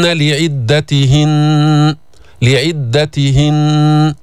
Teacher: في نون مشددة في غنة بمقدار حركتين حتى عند الوقف